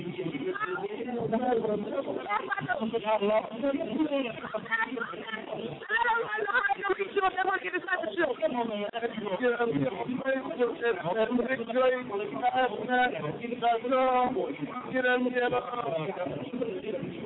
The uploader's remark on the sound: WE ARE LIVE AT KLUB 651 DOWNTOWN CHICAGO! IM DOING INTERVIEWS WITH THE ARTISTS THATS FROM CHICAGO GETTIN IT IN!